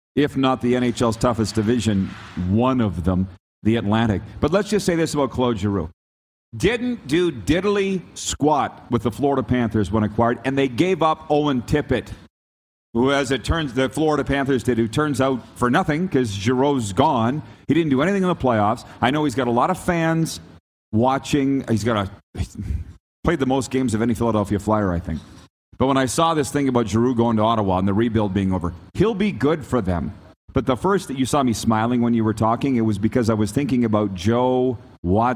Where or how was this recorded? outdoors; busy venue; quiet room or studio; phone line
busy venue